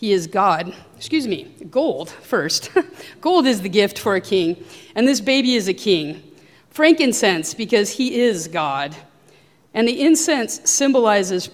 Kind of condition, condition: setting, large echoing room